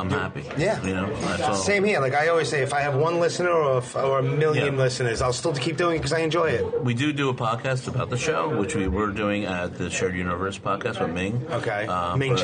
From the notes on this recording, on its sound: I met him at a quiet diner in Somerset, New Jersey